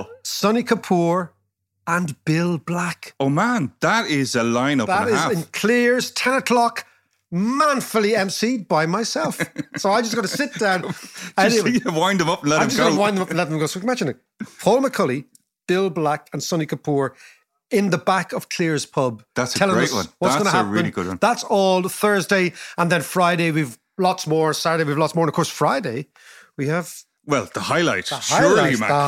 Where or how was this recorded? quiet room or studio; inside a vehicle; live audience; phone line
quiet room or studio